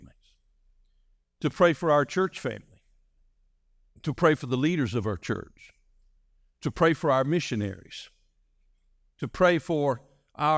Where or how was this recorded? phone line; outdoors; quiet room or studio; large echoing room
large echoing room